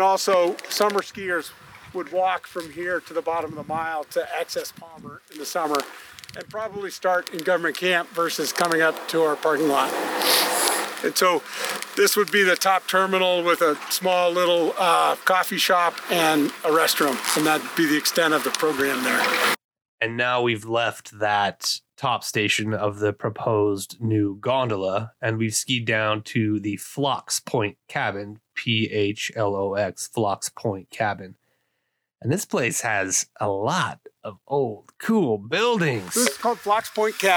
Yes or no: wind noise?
yes